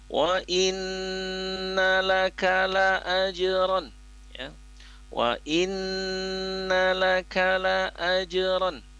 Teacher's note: Pada saat kita telah melafazkan huruf nun yang tasdid, kita lafazkan dengan gunnahnya, kita tahan sebentar selama dua harokat